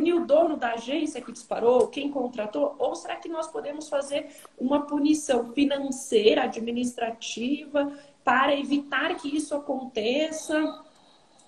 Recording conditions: phone or laptop microphone